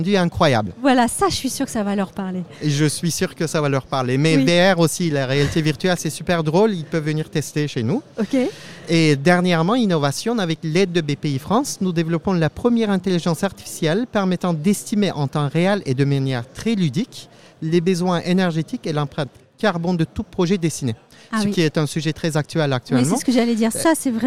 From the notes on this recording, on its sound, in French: Un entretien enregistré au RENT 2022.